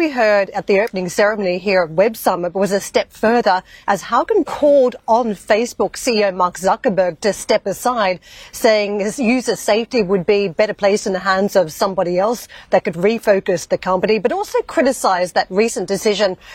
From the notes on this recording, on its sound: We are also live at the Web Summit in Lisbon.